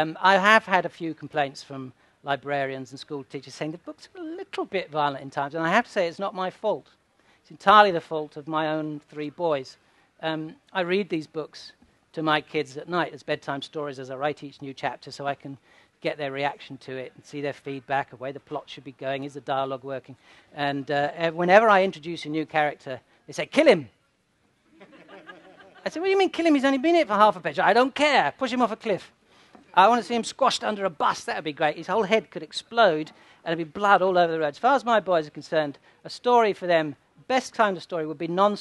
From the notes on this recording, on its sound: takes questions from the audience